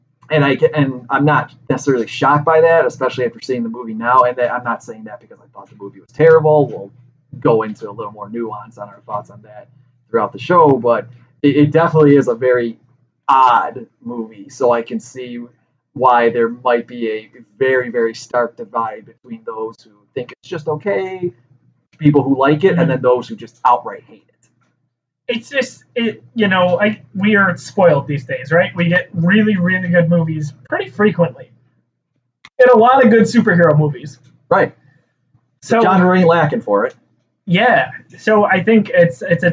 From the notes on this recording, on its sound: Our audio files unfortunately became corrupted, so the sound quality is on par with that of the film's.